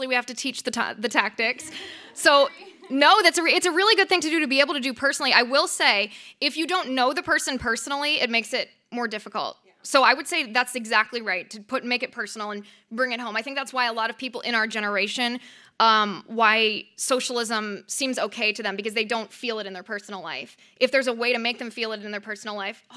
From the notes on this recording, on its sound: Her remarks were recorded at our 2019 Western Women's Summit hosted by the CBL Center for Conservative Women in Santa Barbara CA on April 5, 2019.